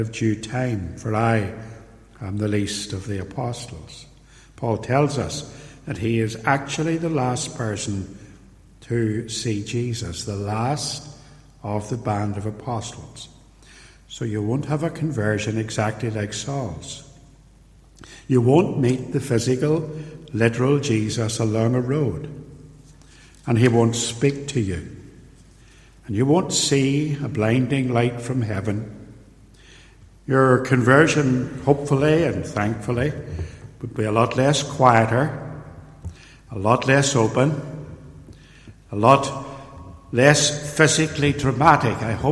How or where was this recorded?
large echoing room